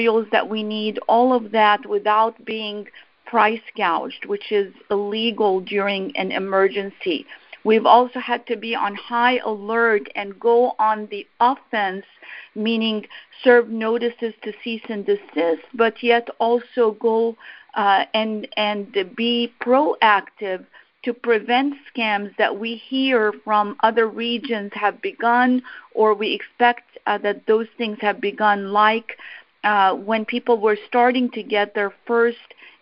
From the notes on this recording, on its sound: I hosted a teleconference town hall discussion